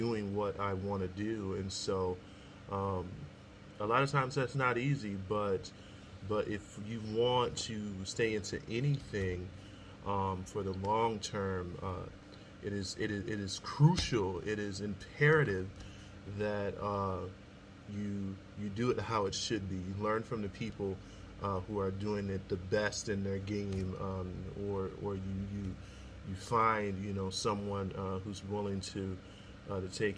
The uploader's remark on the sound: sorry about the background noise